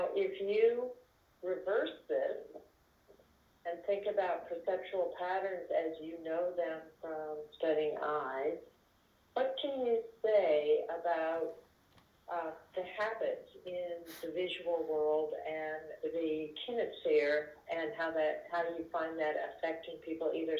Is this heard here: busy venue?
no